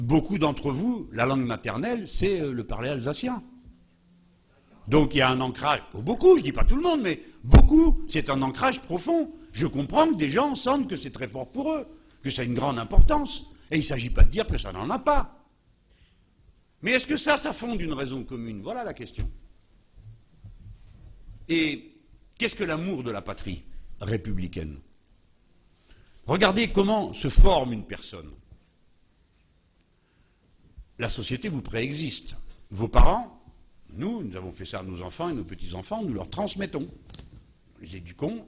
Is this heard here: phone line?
no